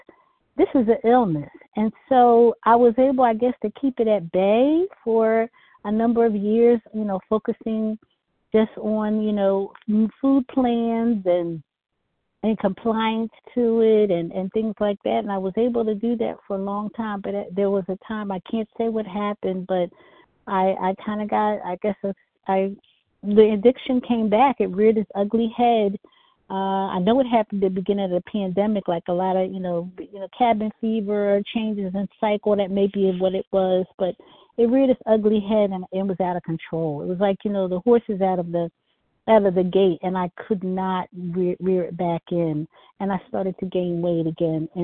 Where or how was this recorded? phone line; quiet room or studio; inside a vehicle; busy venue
phone line